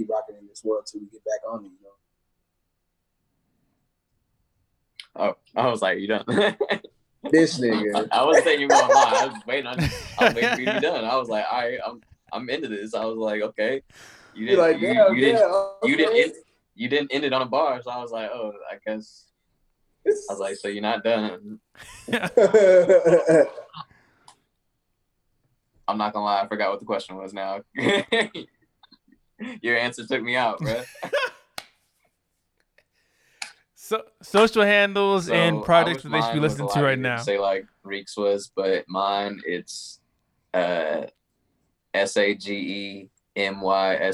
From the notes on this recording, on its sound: Recorded with Zoom